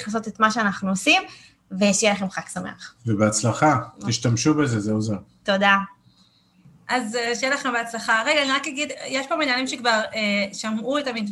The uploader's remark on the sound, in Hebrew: הוקלט בחי בזום.